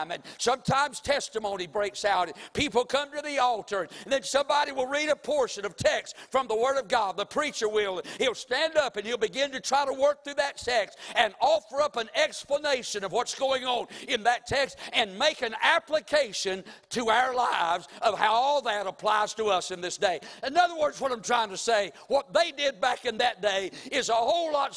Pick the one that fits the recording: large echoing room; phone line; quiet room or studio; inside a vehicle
large echoing room